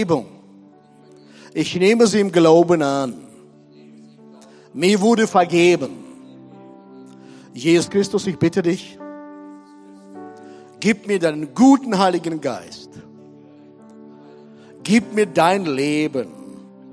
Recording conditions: large echoing room